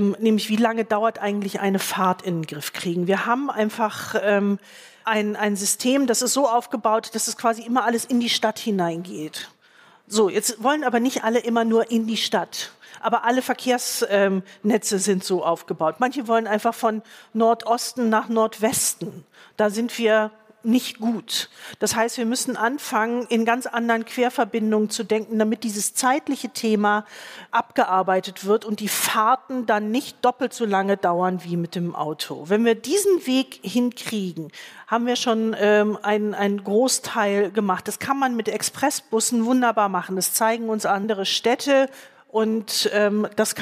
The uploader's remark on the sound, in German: beim Podcastfestival von ZEIT ONLINE im Berliner Westhafen live aufgezeichnet wurde